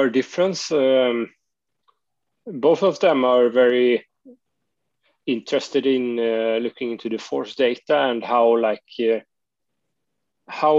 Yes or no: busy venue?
no